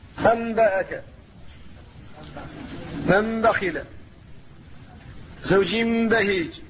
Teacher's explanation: لو كان النطق بالنون لتحرك اللسان لأن النون لسانية، فلذلك قلبت النون ميما · Term: القلب